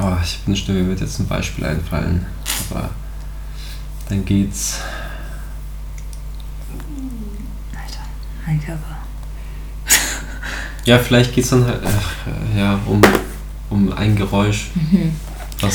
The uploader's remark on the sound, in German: Die Audio ist etwas übersteuert